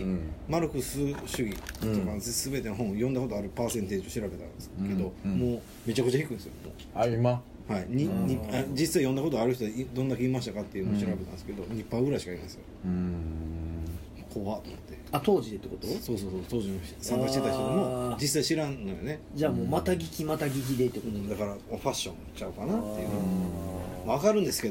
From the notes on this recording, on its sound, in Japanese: 神戸、SPACE DOG!RECORD(お店)より。